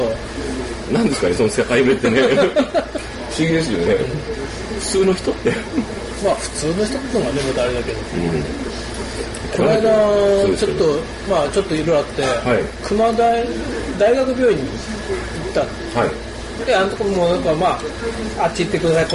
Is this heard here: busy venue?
yes